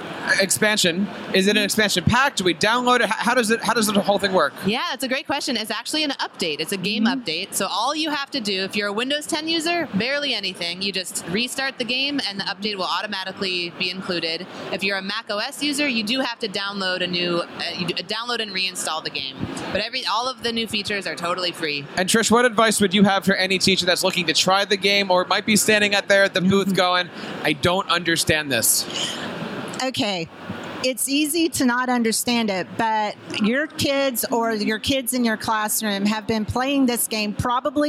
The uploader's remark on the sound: LIVE from ISTE.